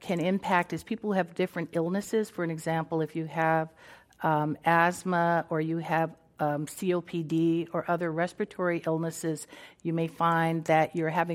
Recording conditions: live audience